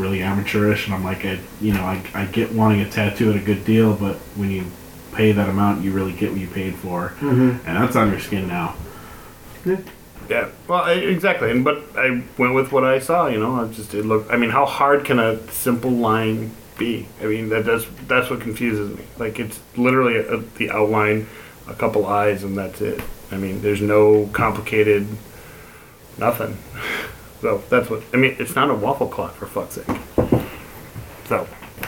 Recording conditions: poor sound quality